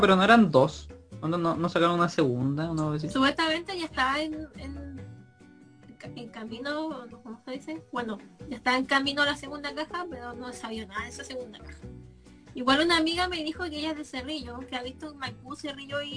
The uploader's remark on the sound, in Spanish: presentamos el formato, que es en vivo por instagram